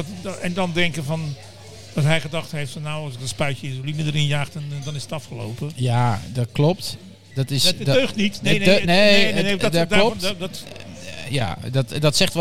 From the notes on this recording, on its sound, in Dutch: De Mannetjes zijn terug, en ze zijn op kroegentocht! Live vrijmibo vanuit het legendarische Diner-Café Soestdijk.